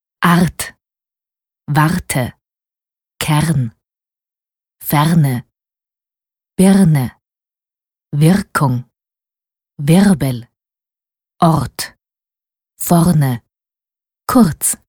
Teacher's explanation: Das R ist immer hörbar nach einem A und nach allen kurzen Vokalen.